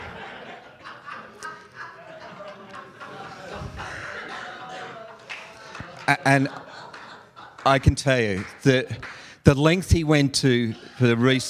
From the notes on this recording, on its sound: live event coverage of the VeraSage Symposium